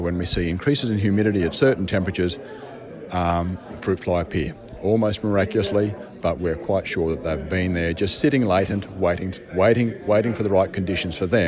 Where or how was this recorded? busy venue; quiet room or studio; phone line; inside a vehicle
busy venue